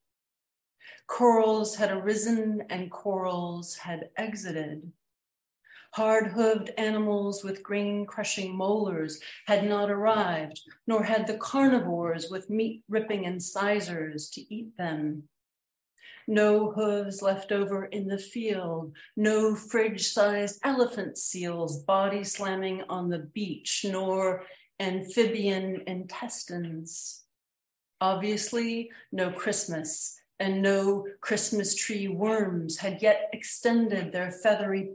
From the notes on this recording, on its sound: This event was originally broadcast via Zoom